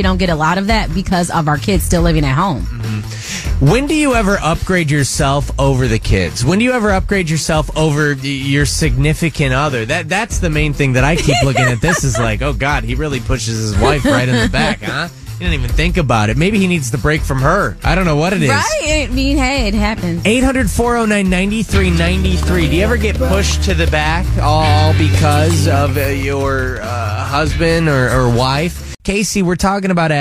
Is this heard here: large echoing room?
no